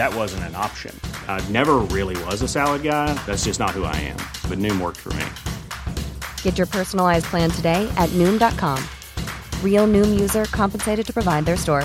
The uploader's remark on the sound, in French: Produit par Binge Audio, enregistré 26 septembre 2022 à la Scala Paris.